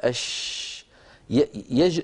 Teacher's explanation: فالشين إذن حرف من وسط اللسان منشأه، فلما ينشأ الصوت من هنا، لما نقول أش، ينشأ الصوت من وسط اللسان ويمشي إلى مقدمة الفم · Term: التفشي